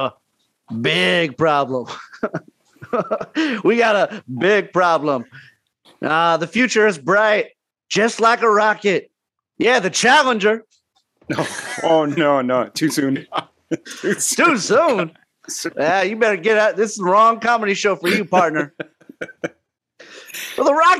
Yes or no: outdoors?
no